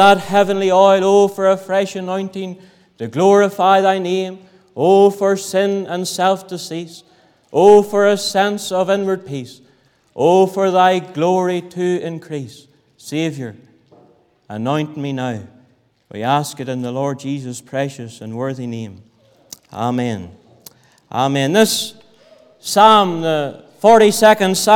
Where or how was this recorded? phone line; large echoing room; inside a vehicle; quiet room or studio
large echoing room